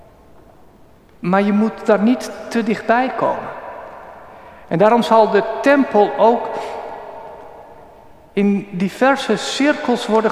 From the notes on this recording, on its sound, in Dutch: Opgenomen op 16 juli 2023 in de Noorderkerk te Amsterdam.